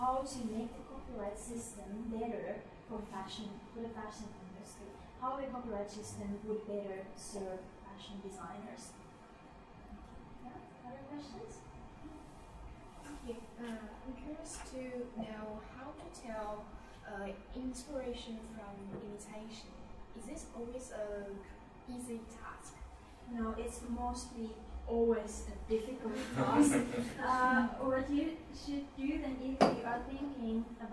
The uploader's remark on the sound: This episode is a recording of a public lecture